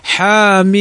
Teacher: إنما حاء بمقدار حركتين حاميم